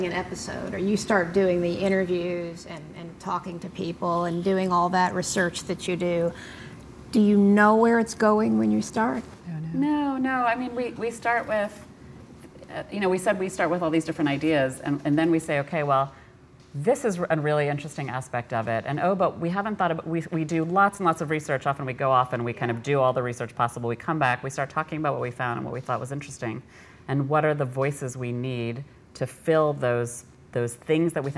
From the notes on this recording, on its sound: At a live event with us. An audience Q&A.